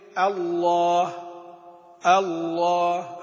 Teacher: اللام مفخمة إذا كانت مبتدأة، وإذا كانت يعني سبقت بفتحة وضم.